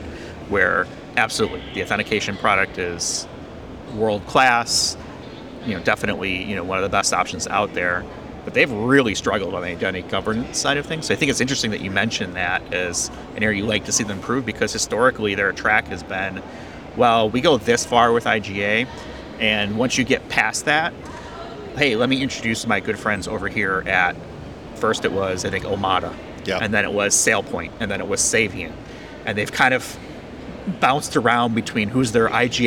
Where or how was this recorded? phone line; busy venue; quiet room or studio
busy venue